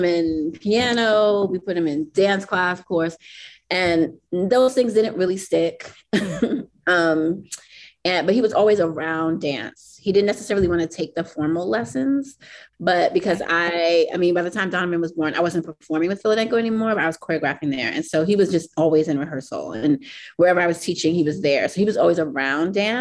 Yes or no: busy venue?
no